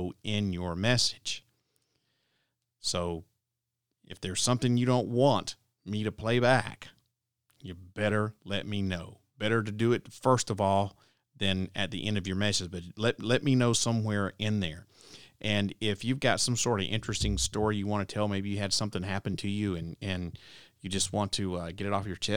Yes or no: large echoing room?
no